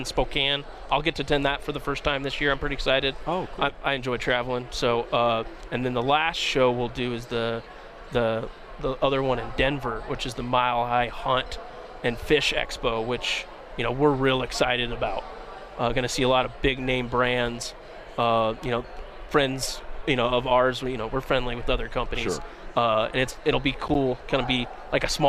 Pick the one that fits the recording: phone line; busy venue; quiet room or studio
busy venue